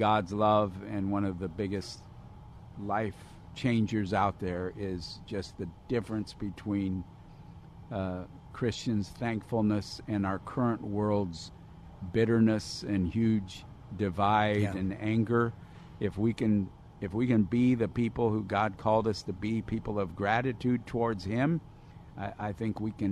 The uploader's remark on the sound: Live From Union Rescue Mission